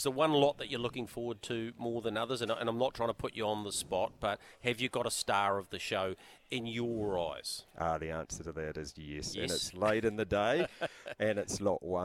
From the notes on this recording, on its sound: live from the Karaka sales